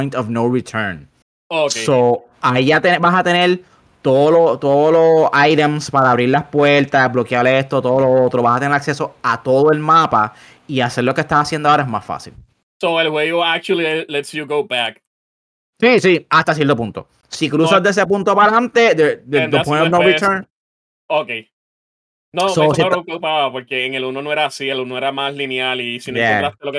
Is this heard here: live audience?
no